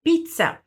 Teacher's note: a gente pronuncia como se tivesse um TS no lugar do Z